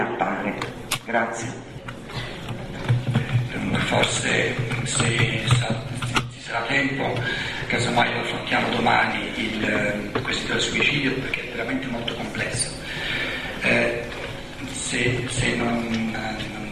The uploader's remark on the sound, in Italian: Dibattito con il pubblico